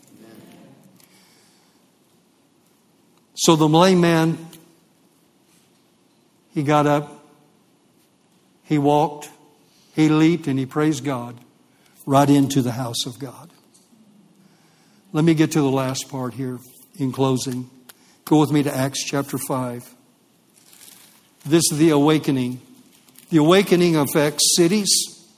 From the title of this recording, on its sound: LIVE Midweek Service